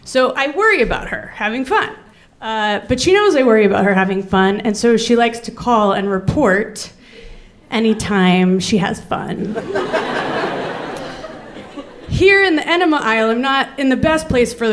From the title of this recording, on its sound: Live at the Bell House!